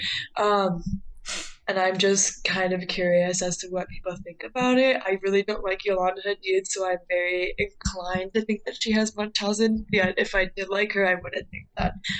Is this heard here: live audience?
no